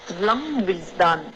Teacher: laundry 这个 dr 的浊音没发出来